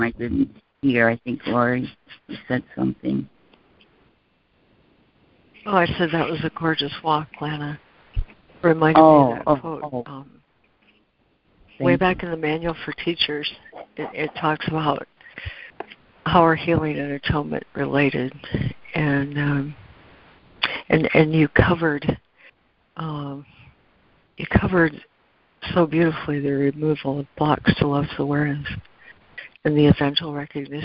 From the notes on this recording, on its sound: ACIM Daily Conference Call